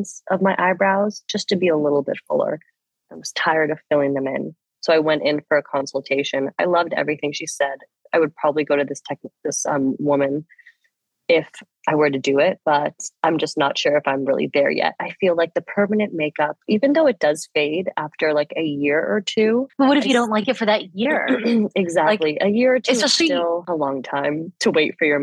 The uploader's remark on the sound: We had to record over ZOOM this week due to scheduling conflicts & illnesses so our audio definitely took a hit. It doesn't sound great.